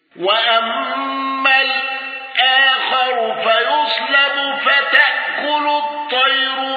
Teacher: ابن ذكوان بالسكت على ال، واندرج معه حفص وإدريس